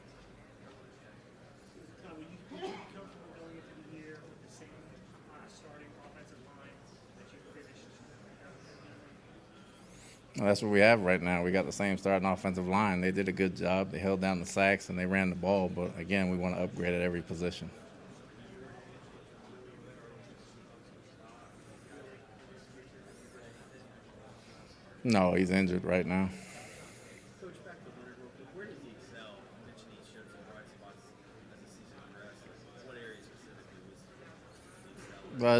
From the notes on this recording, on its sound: Combine Press Conference (02.24.2016). Addressed the Media at the 2016 NFL Scouting Combine.